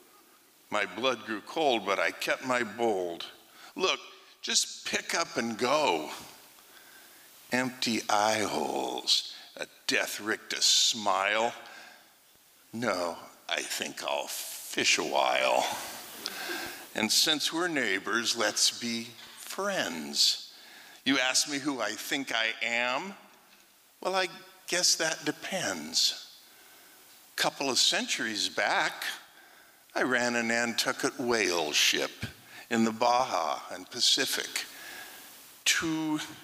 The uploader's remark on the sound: 2023 FPG-Liberty Theatre-Friday Night. Performance was recorded at the Liberty Theatre on Friday, February 24th, 2023.